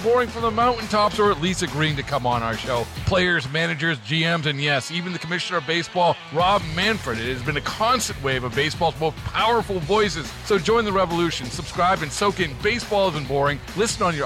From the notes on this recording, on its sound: on location at Scott's Marine in Alberta, Alabama